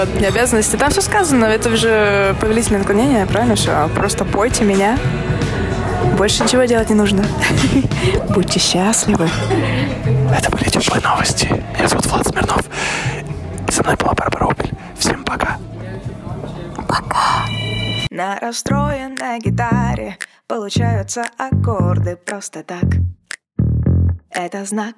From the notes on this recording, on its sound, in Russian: мы поймали прямо в кофейне